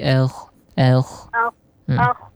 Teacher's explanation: Walladhi akh, jangan akh, tapi akh, akh. Akh, itu ya, di tafkhim dibulatkan sedikit